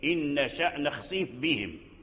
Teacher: ثم التقى مع الباء في قوله تعالى: بهم، إن نشأ نخسيف بهم. فإذا نظرنا إلى الفاء والباء نجدهما متقاربين في المخرج، لأن مخرجهما جميعا من الشفتين